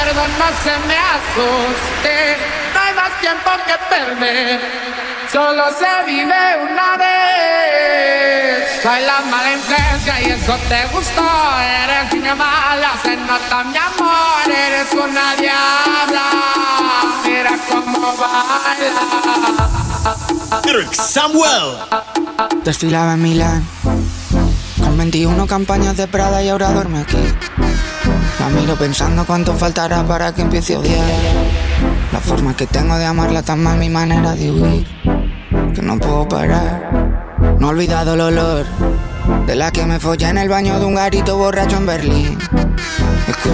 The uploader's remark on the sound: SET LIVE RECORDED AT EL SOCIAL KITCHEN GASTRO BAR. SUPER BOWL 2024 SUMMDAY FUNDAY SET.